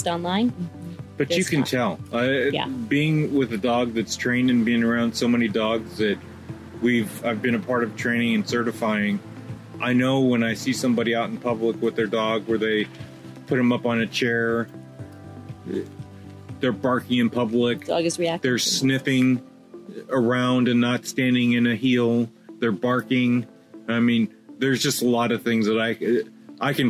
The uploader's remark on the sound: This episode was recorded outdoors due to Covid-19, and was recorded by a busy street. Please pardon the background noise.